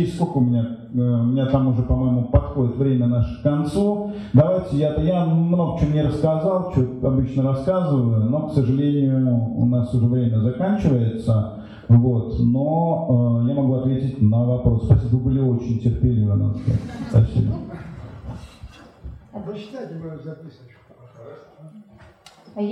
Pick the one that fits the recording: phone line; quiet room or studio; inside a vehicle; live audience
live audience